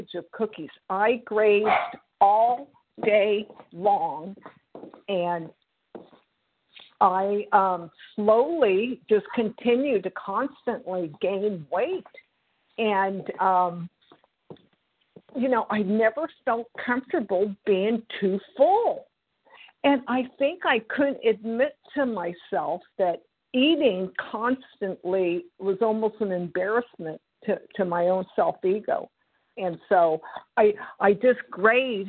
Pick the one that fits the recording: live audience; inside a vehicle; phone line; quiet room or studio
phone line